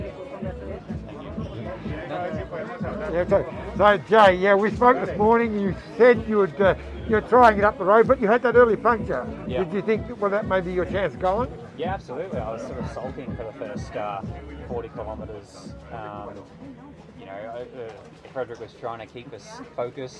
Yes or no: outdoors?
yes